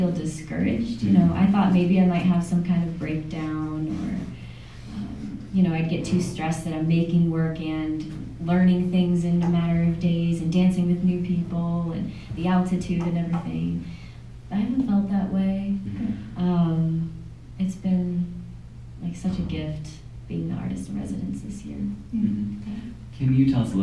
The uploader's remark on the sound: LIVE From Vail Dance Festival. Today we are bringing you a live podcast recording from the Vail Dance Festival. Unfortunately, we again had a technology glitch during this episode and are bringing you an iphone audio recording of the event. This audio is not up to our usual quality.